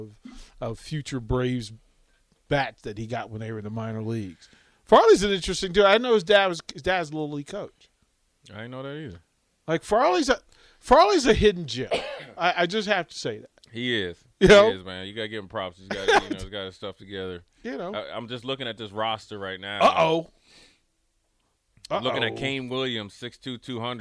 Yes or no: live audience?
no